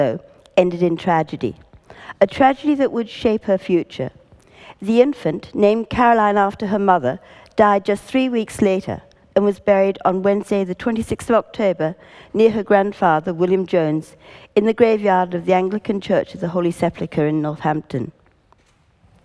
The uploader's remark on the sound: This session was recorded at the 2018 Newcastle Writers Festival.